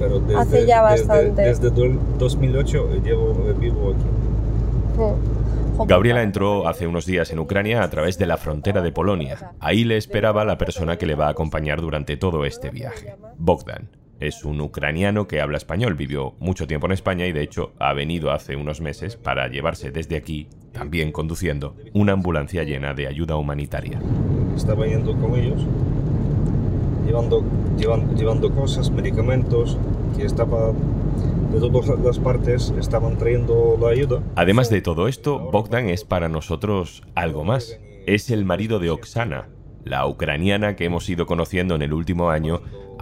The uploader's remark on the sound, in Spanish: En coche por Ucrania